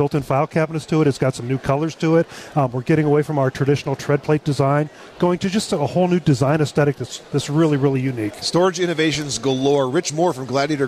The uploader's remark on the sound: Live from the National Hardware Show